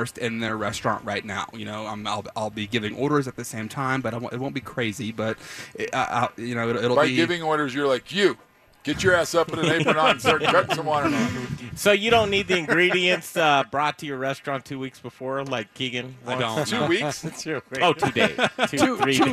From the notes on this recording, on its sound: We were live Saturday night from Grind Kitchen and Watering Hole during the Cherry Creek Arts Festival.